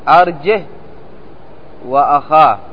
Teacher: ولكنها تقصر ولا توصل مع تسكين الها وصلا ووقفا